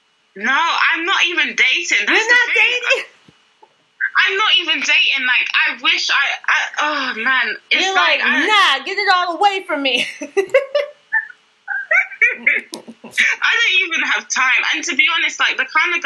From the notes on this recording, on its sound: EXCUSE THE SOUND QUALITY ISSUES!